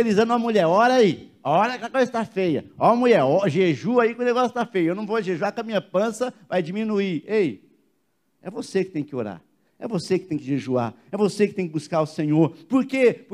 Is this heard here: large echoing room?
yes